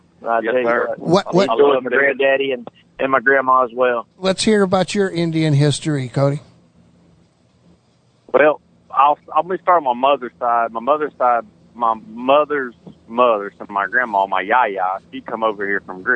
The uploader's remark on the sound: by phone